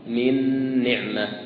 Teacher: النون الساكنة إذا جاء بعد حرف النون ستدغم فيها تدغم فيها، لأن النون بعد النون إذا كانت النون الساكنة وبعدها نون فإنها تدغم فيها أيضا لأنها من المثلين كذلك.